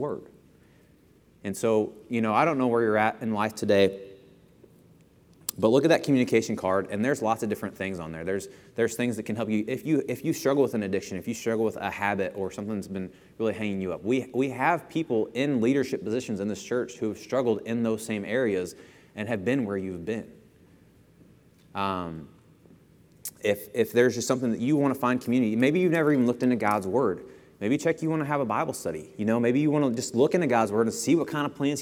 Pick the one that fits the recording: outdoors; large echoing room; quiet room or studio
large echoing room